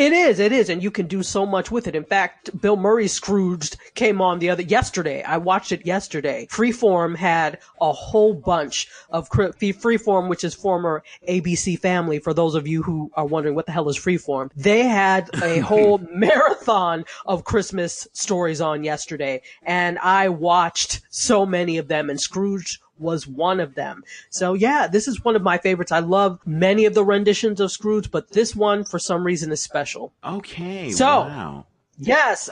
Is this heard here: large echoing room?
no